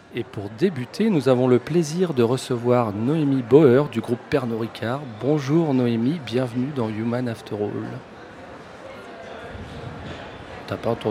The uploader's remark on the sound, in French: Enregistré en direct de la Friche La Belle de Mai à Marseille. Pour la 1re édition du So good Festival. Ce sont pas moins de 5 invitées qui se succédent au micro.